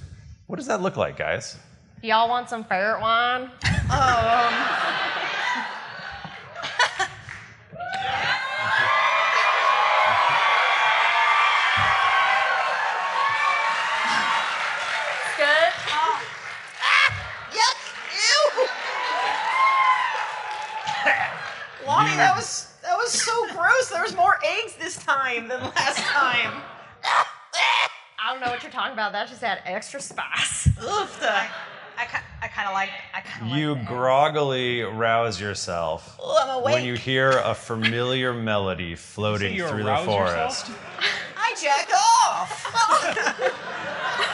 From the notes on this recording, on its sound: We recorded this episode live from the Lincoln Theater in Columbus Ohio! We had such a wonderful time in an honest to goodness theater. The staff even helped us with fancy lav mics!!